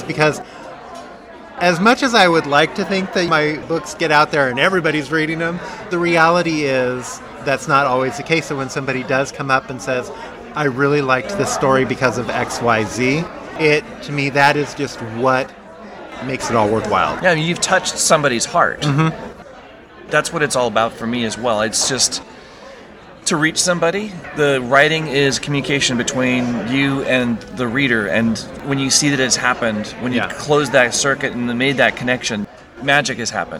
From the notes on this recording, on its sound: We are LIVE from BayCon 2023. In Santa Clara, California.